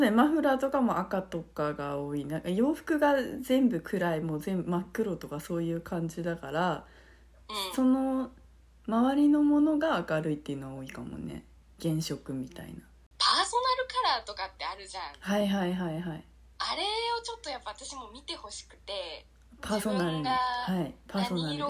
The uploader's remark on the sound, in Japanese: 長女と三女アナログで収録がんばりました。いつも録音やデータ保存をしてくれている次女がいないのでアナログな方法で収録。音質も音量もちょっと残念なことになってしまいました。なのでbgmもないシンプルな配信です。